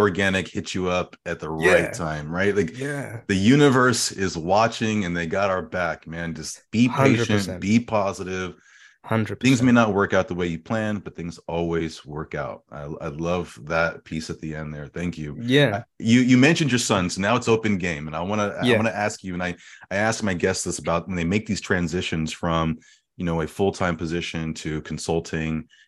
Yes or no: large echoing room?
no